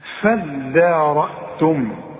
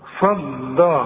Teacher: نفسا فدارأتم، دي عايزة منك فن في النطق، ما تقولش فض الدال، الدال والمد بتاعها مرقق · Shown in: first take